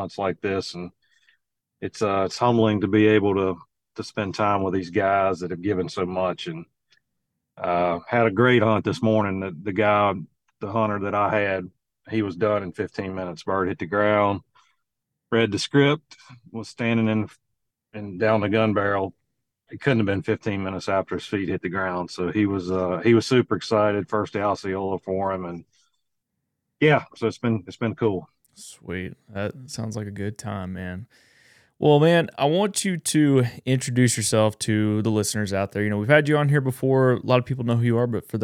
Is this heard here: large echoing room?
no